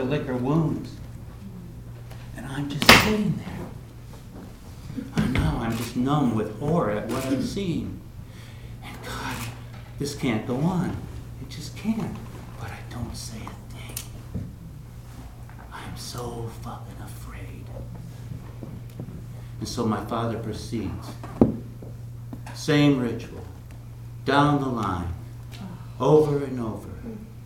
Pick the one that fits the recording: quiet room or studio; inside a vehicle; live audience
live audience